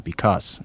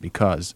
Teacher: there are a minority of people in the country who pronounce it with a final S and not a final Z · Shown in: first take